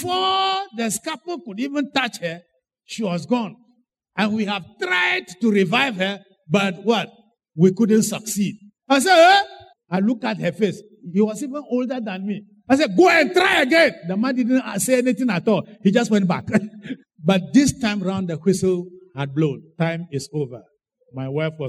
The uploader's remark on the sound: Sermon preached at CBC Adabraka Campus